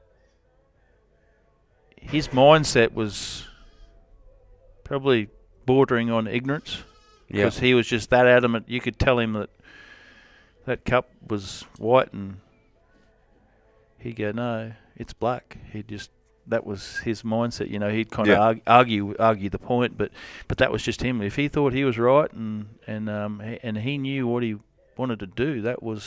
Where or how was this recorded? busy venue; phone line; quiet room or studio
busy venue